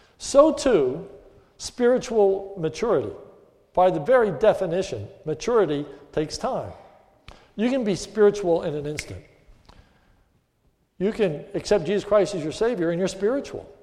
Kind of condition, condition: setting, large echoing room